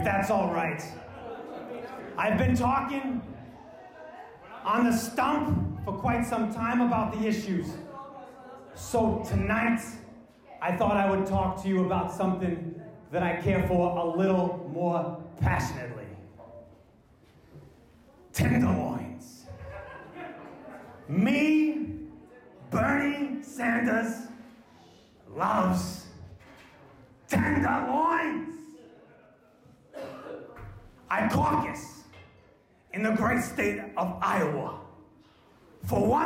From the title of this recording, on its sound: LIVE At TeeHee's Comedy Club (January 2020)